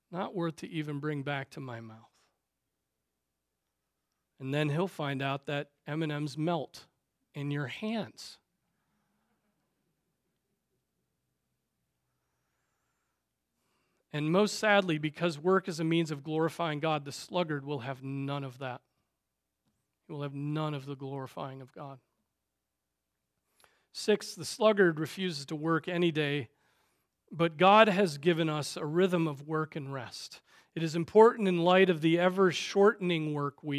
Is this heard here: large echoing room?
yes